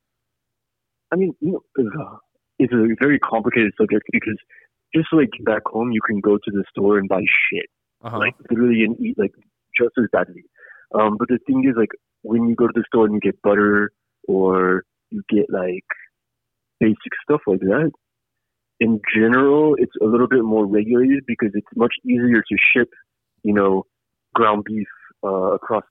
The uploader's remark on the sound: Paris Phone-in